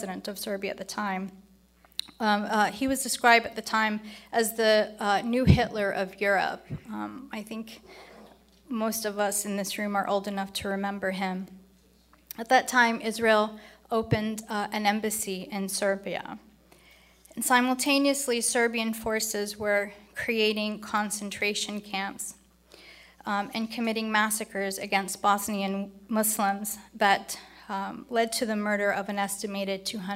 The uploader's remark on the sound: is from the 2019 IsraelLobbyCon at the National Press Club